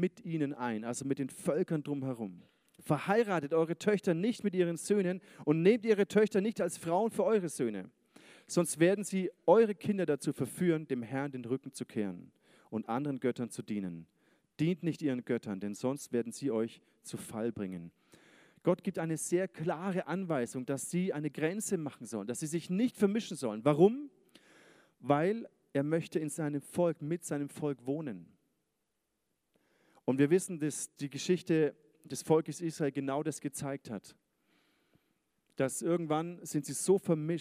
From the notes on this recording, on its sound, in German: Sonntagsgottesdienst. ICF-Nürnberg.